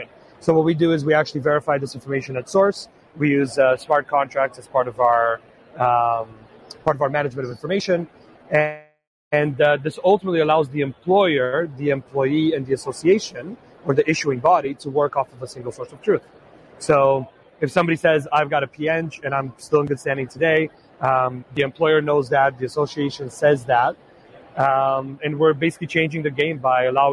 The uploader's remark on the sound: Interview At Collision Conference 2022